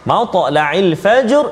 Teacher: huruf ra yang sukun di akhir kalimah sebelum dia huruf fa dari atas maka dia bunyi tebal tafkhim